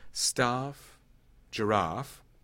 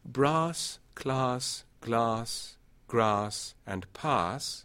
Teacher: most speakers who have bath as a separate category will make these sounds as ah